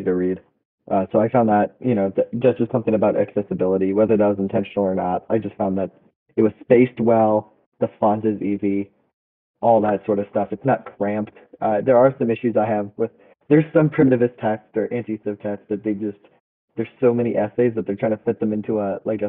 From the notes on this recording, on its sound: Apologies for the low quality audio!